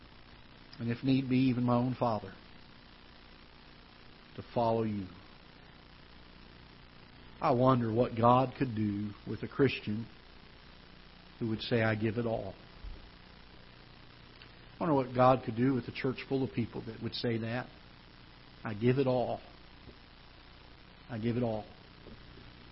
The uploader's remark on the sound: Ketha Heights Baptist Church ~ Live Broadcast